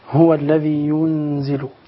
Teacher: قرأوا بإسكان النون وتخفيف الزاي